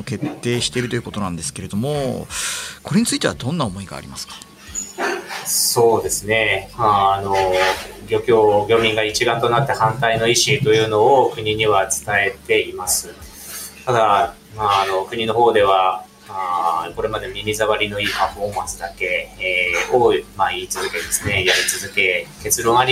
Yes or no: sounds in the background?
yes